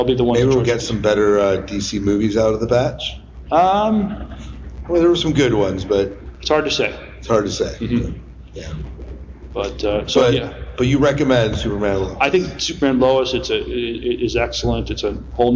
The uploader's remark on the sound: Our Live Show at Farpoint 2022.